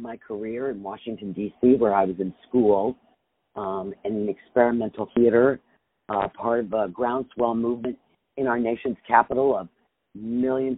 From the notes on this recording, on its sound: On the phone